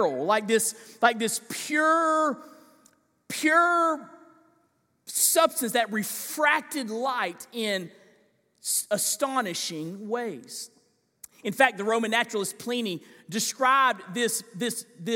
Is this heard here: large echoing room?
yes